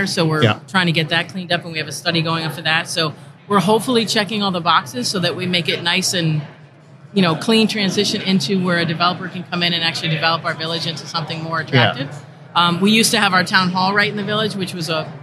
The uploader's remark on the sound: Live from the State Capitol